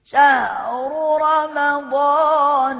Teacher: الميم مرققة، الضاد مفخمة وجميلة ومن مكانها الصحيح، والنون برضو رمضان، النون الترقيق بتاع النون جميل.